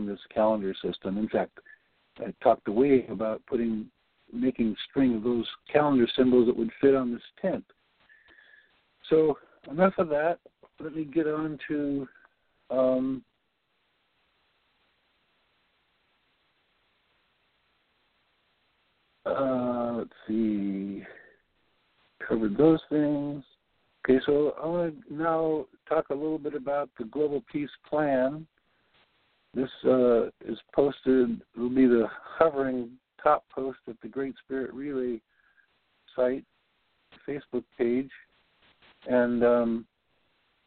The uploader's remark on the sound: Report on the Global Peace Council Day8of8 via a recorded and auto-transcribed Conference Call patched into the podcast. The Conference Call will begin at 2:30pmEDT and continue for discussion after the 3-4pm podcast portion of the call is finished.